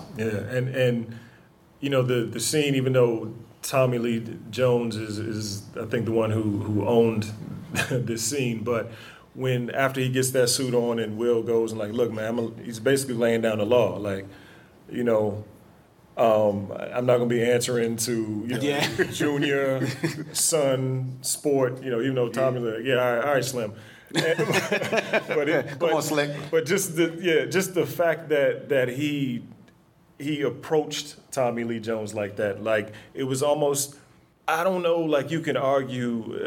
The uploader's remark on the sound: LIVE at Blerd City Con 2019 at St. Francis College in Brooklyn, NYC.